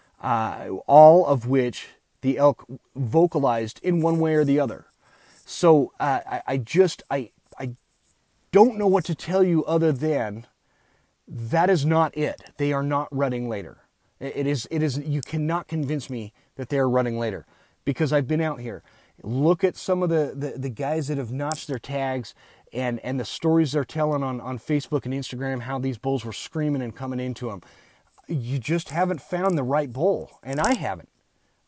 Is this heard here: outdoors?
yes